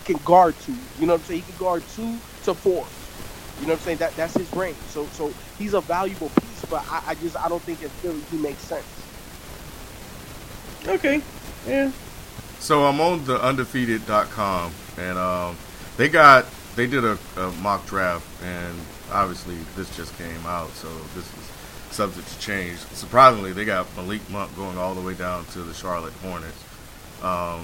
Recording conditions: background noise